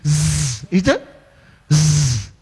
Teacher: keluar dari sela-sela gigi, ujung lidah dan sela-sela gigi · Term: suara desis